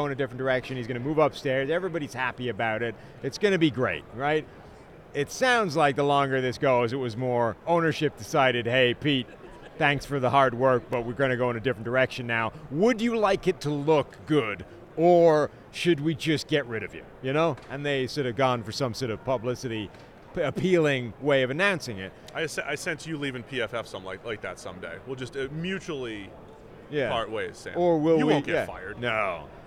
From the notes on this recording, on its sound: are live from Las Vegas Radio Row